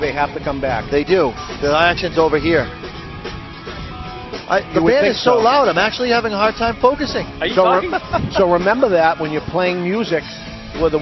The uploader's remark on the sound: We're live at Two Guys Smoke Shop in Nashua, NH for a Fred Smith motorcycle run.